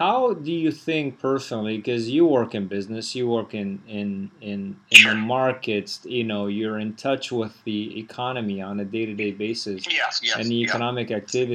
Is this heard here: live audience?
no